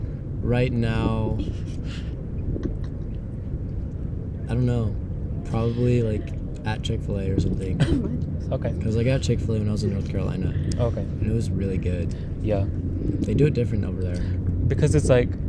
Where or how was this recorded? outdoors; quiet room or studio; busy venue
outdoors